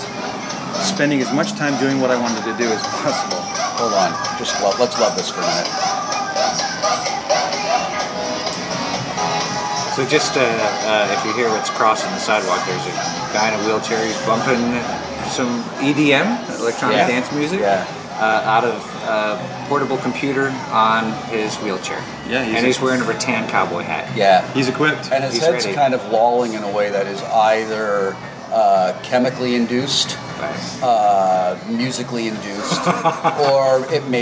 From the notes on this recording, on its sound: at Fantasia Billiards in Burbank.